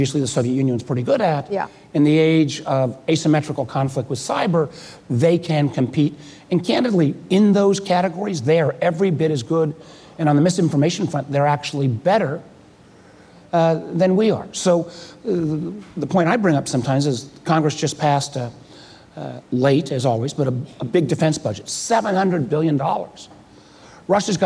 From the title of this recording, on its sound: Live at Code 2018